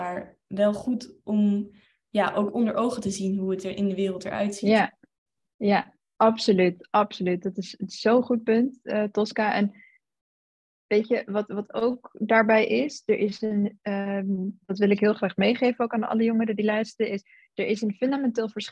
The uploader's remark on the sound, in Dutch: Deze aflevering speelt zich online af via zoom.